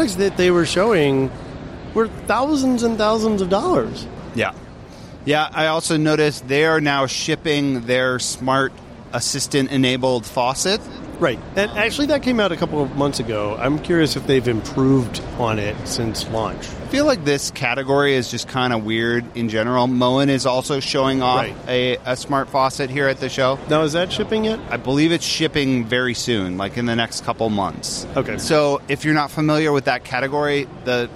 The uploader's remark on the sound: Talk live from the show floor at CES 2020.